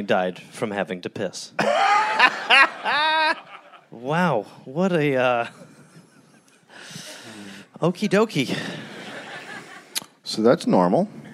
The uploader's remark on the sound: Recorded live in Copenhagen.